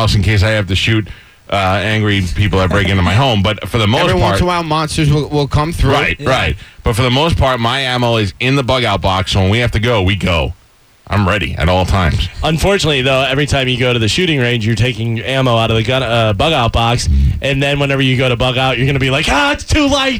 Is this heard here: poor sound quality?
no